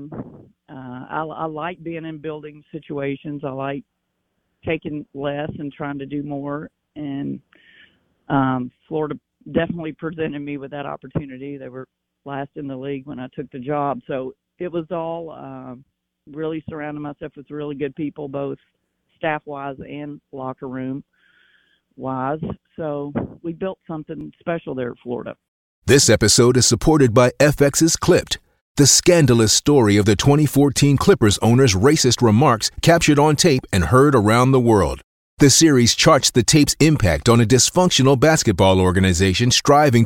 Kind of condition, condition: link, phone line